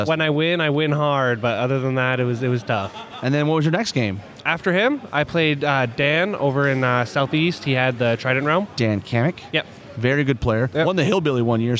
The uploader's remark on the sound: We bring you the next batch of content recorded at this year’s US Masters in Omaha.